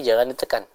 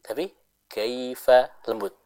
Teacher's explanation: Kaifa dialirkan dengan lembut. Ya, karena dia dihukumi dengan hukum lin. · Shown in: second take